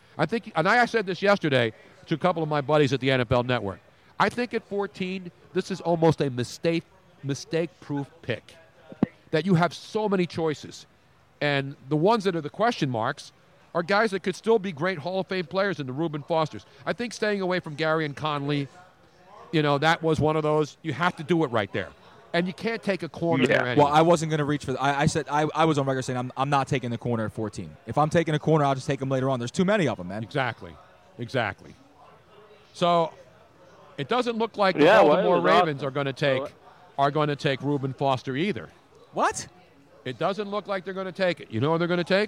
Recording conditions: busy venue